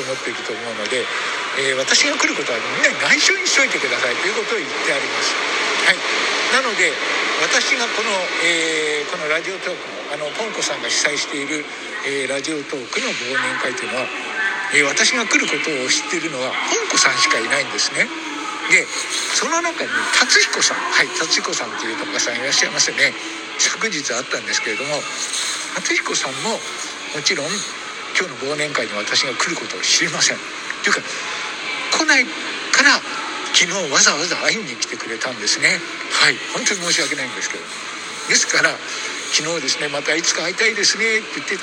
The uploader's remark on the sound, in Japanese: この収録は、12月17日に。たこ焼きバル威風。で行われた 忘年会に参加するところの音声です。